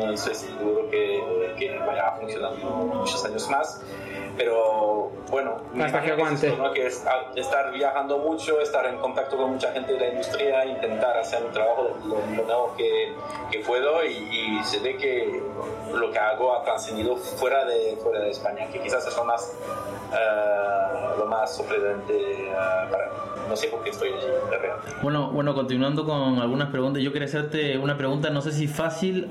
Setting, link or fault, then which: fault, background noise